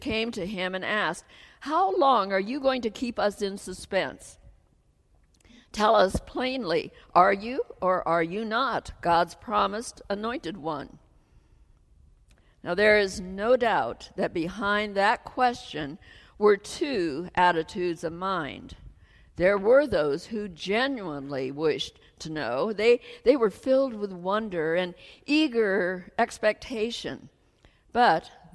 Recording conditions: large echoing room